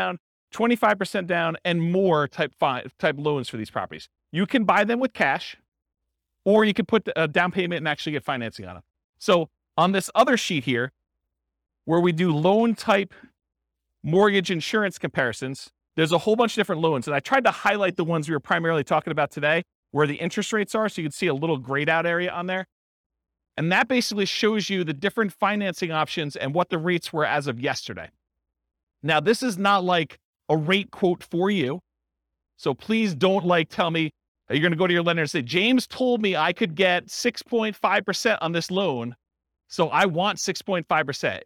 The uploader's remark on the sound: This was a live class recorded